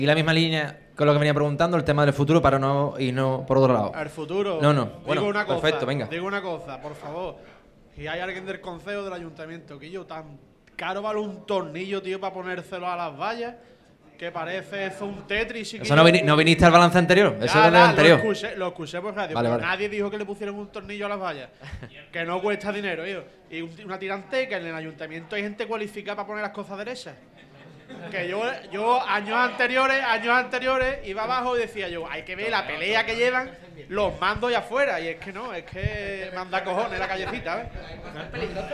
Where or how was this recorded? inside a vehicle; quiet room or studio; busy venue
busy venue